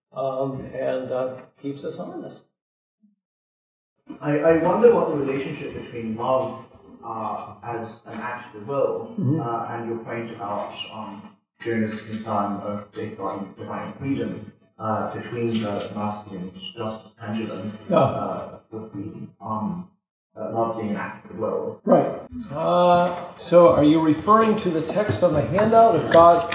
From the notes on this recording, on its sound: This lecture was given on March 30th, 2023, at Harvard University.